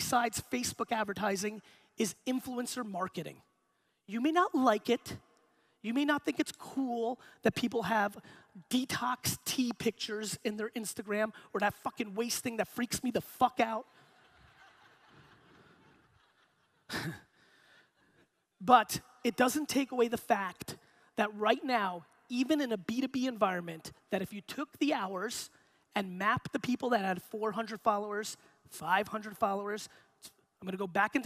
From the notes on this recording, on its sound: Inbound 2016 Boston Keynote. Today’s episode is a keynote that I gave in 2016 at the Inbound conference in Boston.